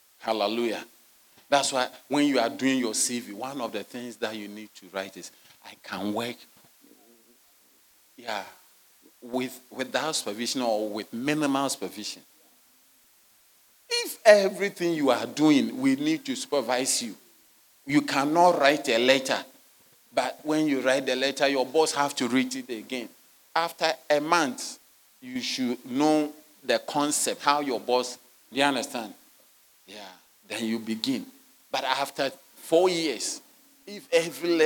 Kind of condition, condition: setting, large echoing room